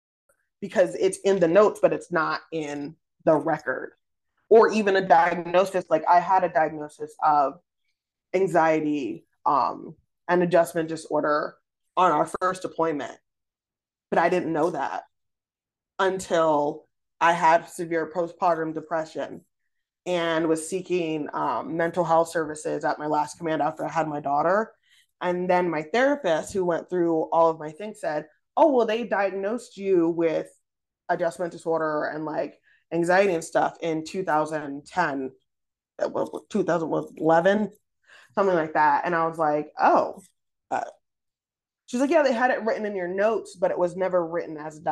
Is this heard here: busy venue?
no